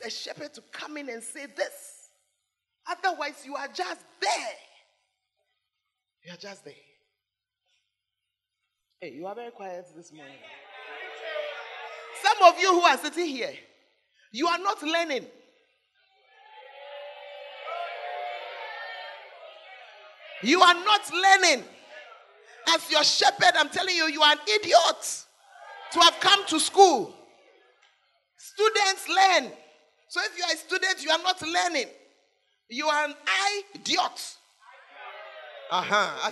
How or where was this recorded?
large echoing room